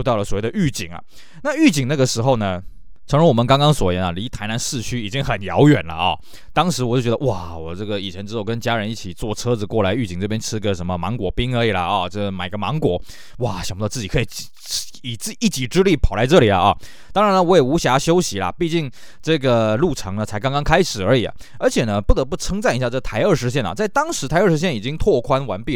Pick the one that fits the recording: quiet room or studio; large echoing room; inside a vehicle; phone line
quiet room or studio